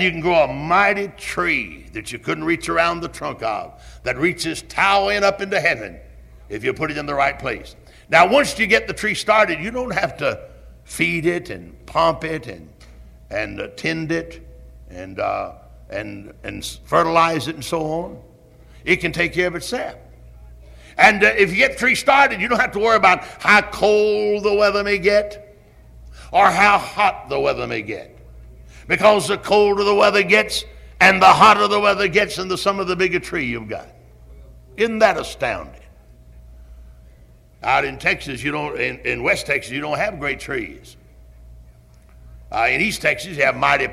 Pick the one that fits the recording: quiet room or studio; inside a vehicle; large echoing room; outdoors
large echoing room